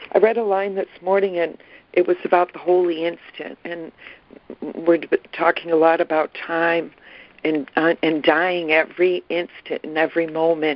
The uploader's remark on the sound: ACIM Daily Conference Call